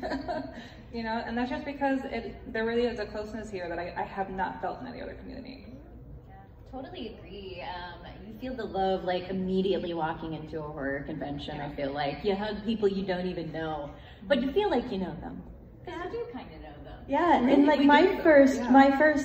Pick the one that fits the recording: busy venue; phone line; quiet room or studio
busy venue